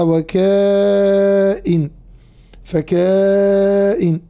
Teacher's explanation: فروى الإمام ابن كثير المكي قراءة لفظ وكأين حيثما ورد في القرآن الكريم، سواء كان أوله واوا أو فاء، نحو وكأين فكأين بألف بعد الكاف وهمزة قطع متحركة بحركة الكسر بعدهما، فيكون نوع المد في حرف الكاف مدا متصلا، يعني يقرأ وكائن فكائن.